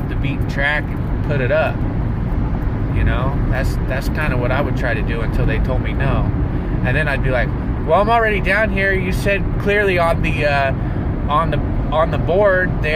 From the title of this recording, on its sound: Driving Back From Grand Canyon